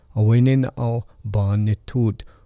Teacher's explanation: The initial vowel, the first vowel sound, E, changes to A, and the N at the end, un, drops off to become a D.